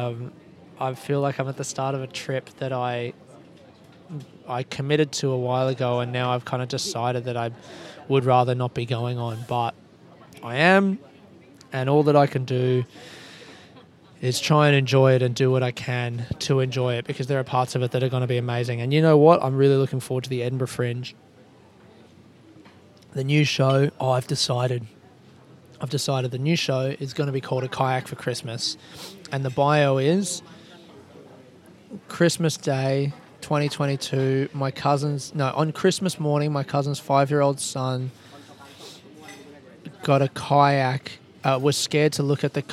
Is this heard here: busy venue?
yes